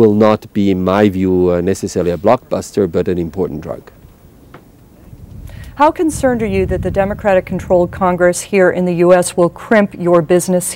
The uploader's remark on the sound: from The World Economic Forum Annual Meeting 2007 live from Davos, Switzerland